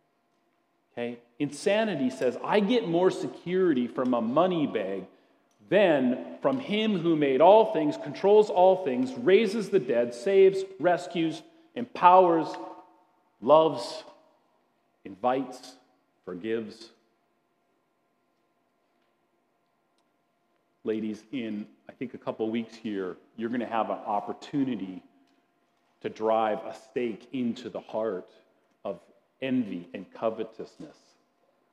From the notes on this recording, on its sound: at Grace City Church in Fargo, North Dakota.